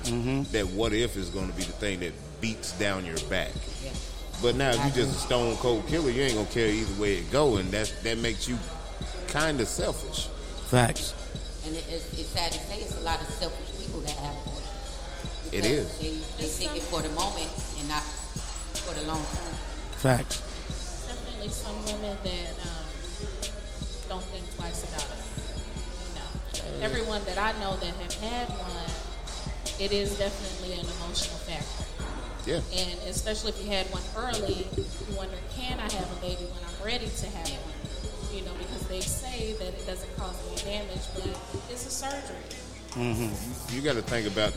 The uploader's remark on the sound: live from {BRUCE'S SPORTS BLOCK & LOUNGE}